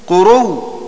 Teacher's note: مثال الهمز الواقع بعد الواو الزائدة قرو، فيقف عليه حمزة بإبدال الهمزة واوا وإدغام الواو التي قبلها فيها